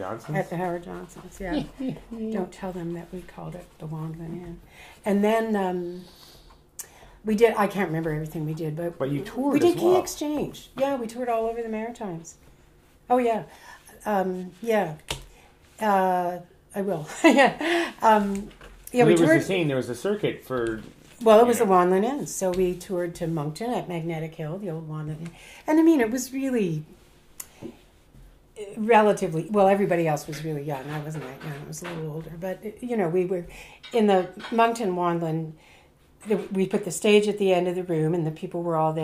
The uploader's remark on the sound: If you listen closely you can hear the clanking of dishes and the sounds of food being served and enjoyed!